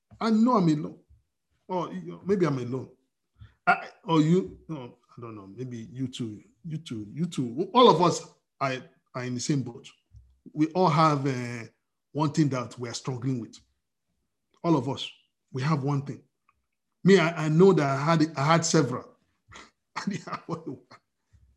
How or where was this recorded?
video call